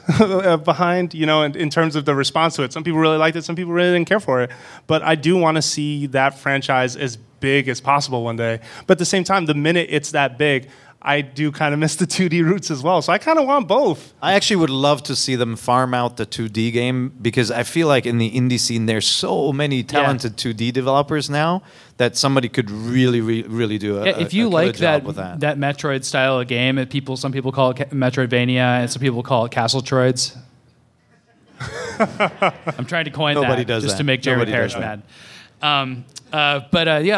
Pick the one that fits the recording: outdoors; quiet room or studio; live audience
live audience